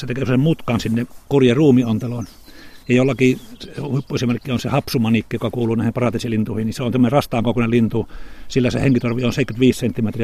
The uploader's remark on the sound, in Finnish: kävi Liminganlahdella jututtamassa